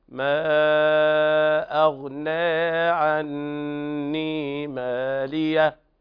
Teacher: لورش بين الفتح والإمالة، ذاك يسموه الإمالة الصغرى، لا تشبع الإمالة فتتحول إلى الإمالة الكبرى اللي هي الإضجاع، وبها قرأ حمزة والكسائي وخلف. أما ورش فيقرأ بالتقليل، المرتبة التي بين الفتح والإمالة